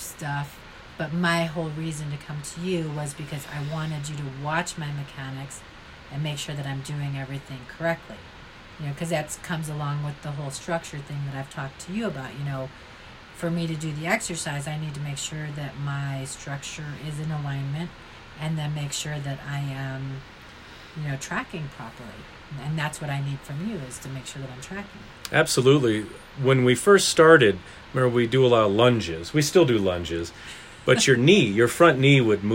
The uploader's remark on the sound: That sound you might hear in the background is a fan we were unable to turn off. This is the first podcast I recorded with the guest in the room with me (we recorded in her studio).